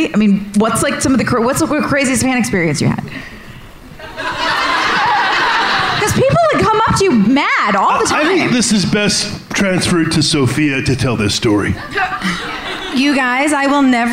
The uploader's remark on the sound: LIVE IN PHILLY!